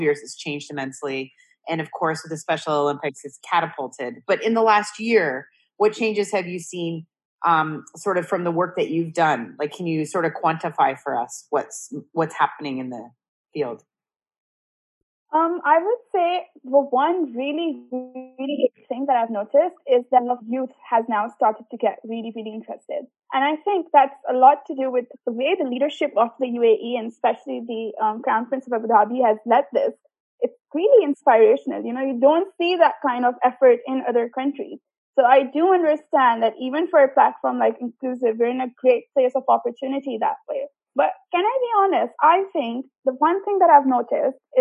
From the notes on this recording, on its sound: A Zoom chat. The co-founder of the Inclusive digital platform for People of Determination was in Dubai.